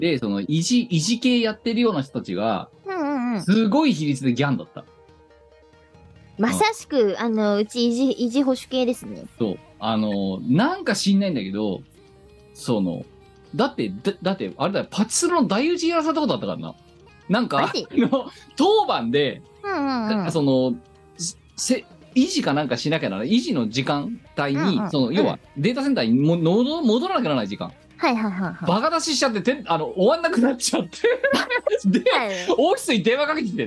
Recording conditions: video call